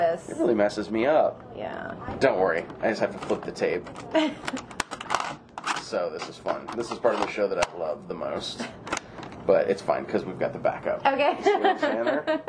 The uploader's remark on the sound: All episodes are recorded on analog cassette and this will cause strange sounds such as tape hiss or static.